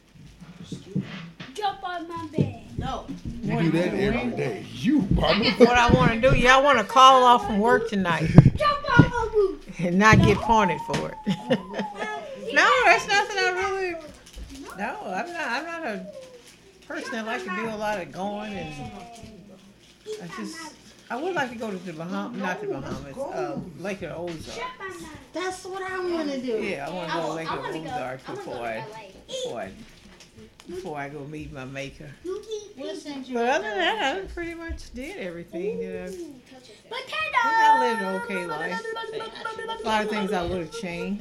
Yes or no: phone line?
no